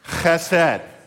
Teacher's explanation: The Hebrew equivalent to this word grace in the Old Testament was a word pronounced chesed. There's a guttural in Hebrew where you pronounce the, CH with a lot of phlegm, like you're hawking up a loogie as you say the word chesed.